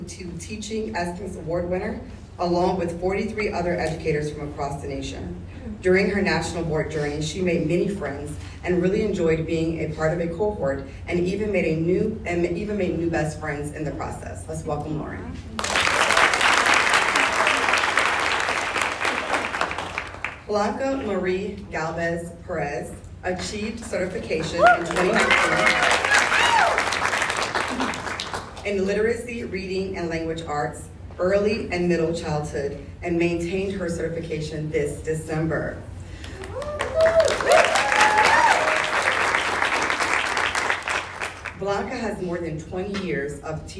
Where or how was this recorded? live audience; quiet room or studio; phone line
live audience